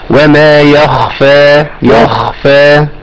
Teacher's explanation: الخاء من الحروف اللي تقبل الخفاء فاحنا نظهرها